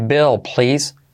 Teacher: Bill. Fíjate esa I casi como una E y la L, letra clave.